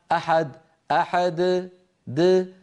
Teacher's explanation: نخرجها من طرف اللسان من مخرج الدال ولا شيء في الحنجرة، لا نجعل الوترين يلتقي. أرجو الانتباه لهذا، فإنه من خفايا عيوب التلاوة، من خفايا عيوب التلاوة إخراج همزة ساكنة بعد الحرف المقلقل.